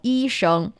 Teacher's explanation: when it comes to the first tone, 医生, we have the 5-5, meaning that it's actually the highest tone you can think of, highest voice you can think of.